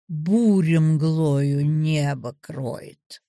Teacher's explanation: Хорей – ударение на первом слоге.